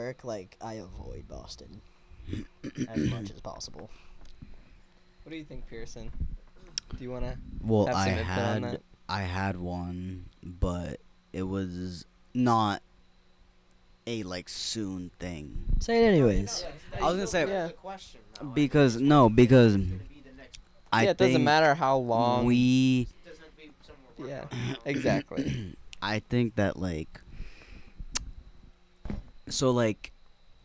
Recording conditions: background noise